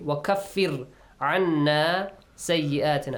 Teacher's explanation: Make sure the ra here is pronounced with a light sound.